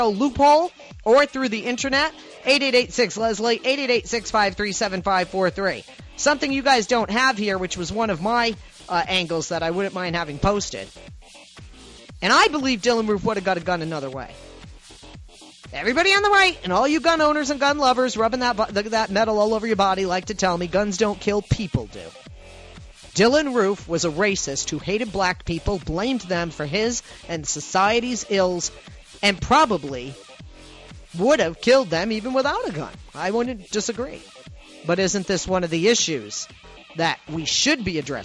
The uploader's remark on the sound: I am joined by callers